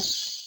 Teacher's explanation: هو الخفاء في السمع نتيجة انفتاح الوترين الصوتيين وعدم اهتزازهما وجريان كثير لهواء النفس · Term: الهمس